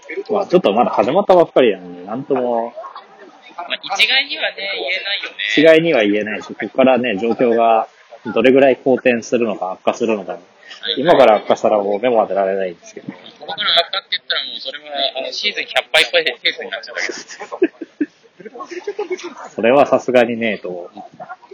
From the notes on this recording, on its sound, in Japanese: 外収録で音質が悪いことをご了承ください。